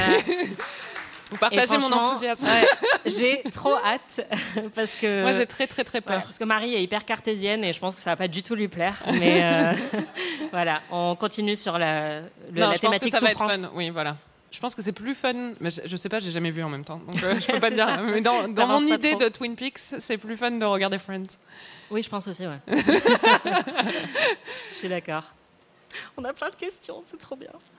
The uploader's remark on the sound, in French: En direct du Paris Podcast Festival. Enregistré en direct et en public au Paris Podcast Festival, sur la scène de la Gaité Lyrique.